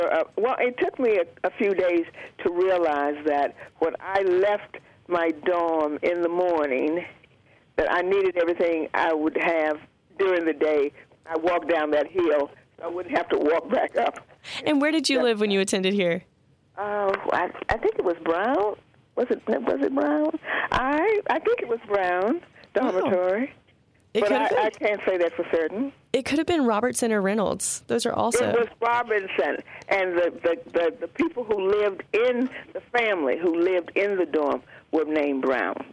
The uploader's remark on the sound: Unedited Phone Interview. This is the full phone conversation that was later edited for on air use.